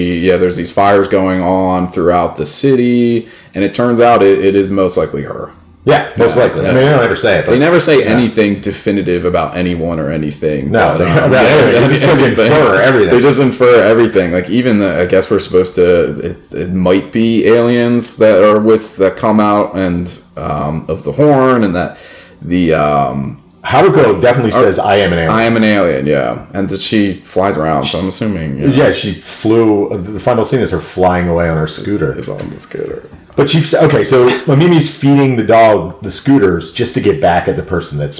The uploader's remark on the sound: In spite of mic issues